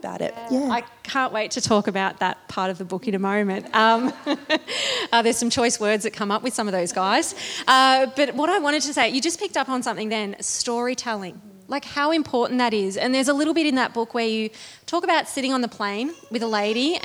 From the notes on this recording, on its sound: This special episode was recorded live. 85 people could sit close to home and listen.